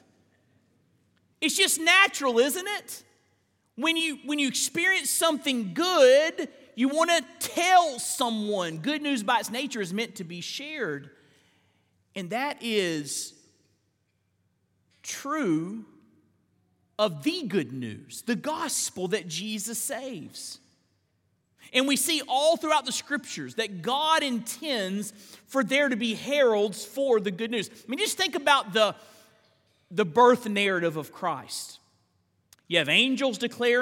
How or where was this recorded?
large echoing room